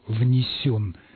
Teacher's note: А вот что касается причастия «внесен», то, Михаил, ударение в нем должно быть на втором слоге